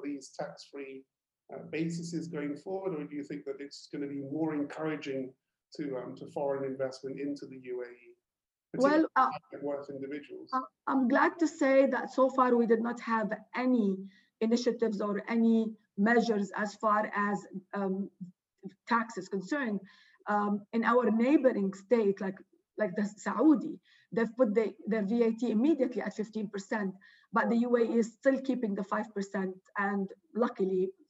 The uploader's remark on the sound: Webinar audio recording dated 20 May 2020.